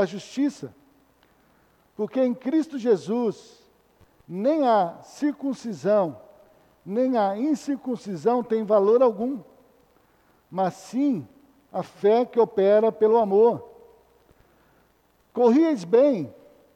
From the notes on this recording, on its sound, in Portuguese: Culto matutino, Escola bíblica dominical gravada em 02-08-2020 na Igreja Evangélica Batista em Campo Grande-MS.